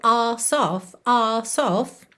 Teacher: Aqui também você teria arse off no inglês americano, mas no britânico, ass off